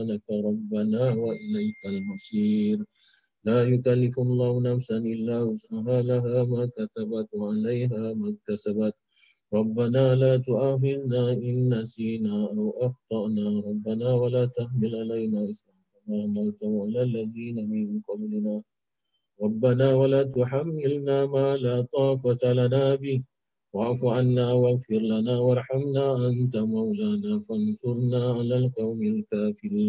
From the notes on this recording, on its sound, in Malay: Rakaman zoom pada setiap Sabtu 5 ptg (waktu Singapura)